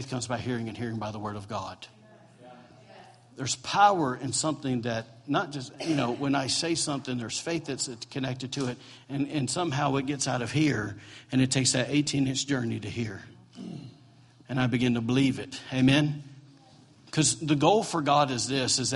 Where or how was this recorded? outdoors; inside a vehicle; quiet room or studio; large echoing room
large echoing room